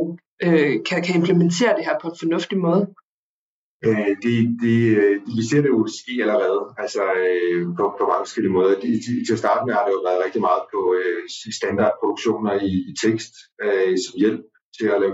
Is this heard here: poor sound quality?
yes